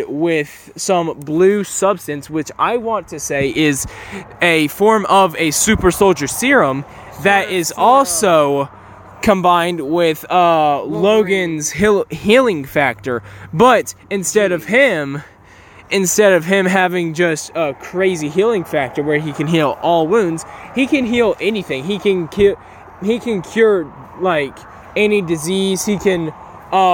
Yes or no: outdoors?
yes